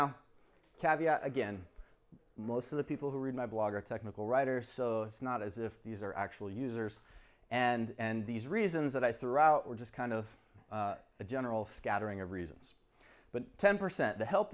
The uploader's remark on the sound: Recording of my STC Sacramento presentation